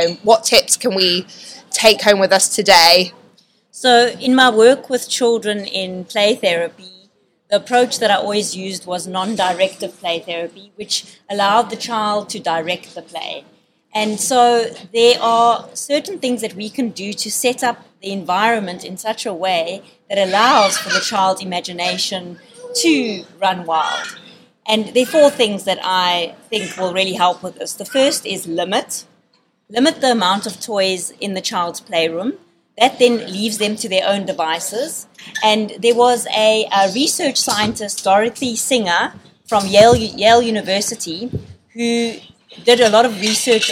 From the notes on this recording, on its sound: Excuse the background noise but here is our very past live podcast. A big thank you to LEGO Certified Stores for hosting this live event.